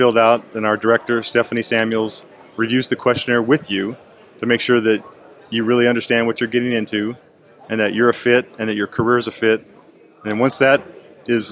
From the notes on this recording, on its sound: Here, we hit the road and have conversations. On location at the Peace Officers Research Association of California’s ( PORAC) 70th Annual Conference of Members in San Diego, California.